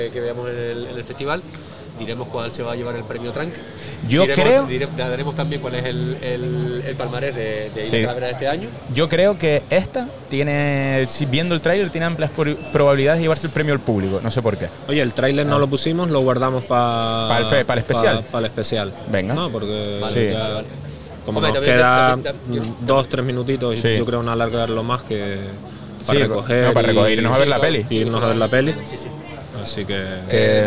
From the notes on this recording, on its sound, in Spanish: Isla Calavera 2023. Ligero tentempié en la recta final del festival isla calavera. Enmarcado en la fanzone del festival.